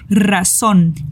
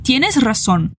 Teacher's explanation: lembre-se de vibrar o R e fazer o som do O com a boca mais fechada, como em cor.